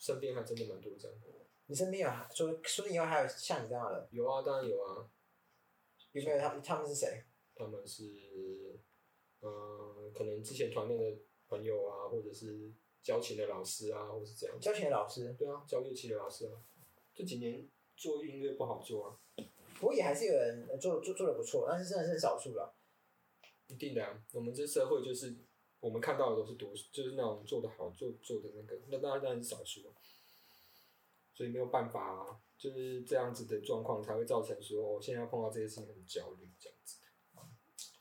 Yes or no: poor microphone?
yes